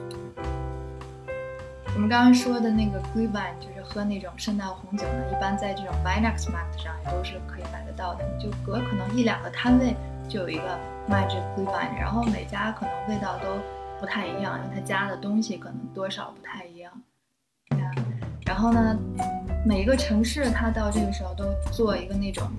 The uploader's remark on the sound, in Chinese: 本次直播时麦克风接触不良，音质有些不清晰